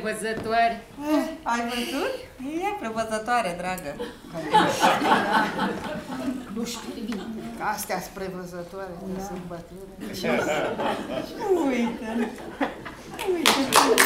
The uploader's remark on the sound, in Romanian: O secvență inedită în cadrul Seratei Eminescu, a oferit Teatrul NostruM, al UZPR. Înregistrare live din sala AGIR, București.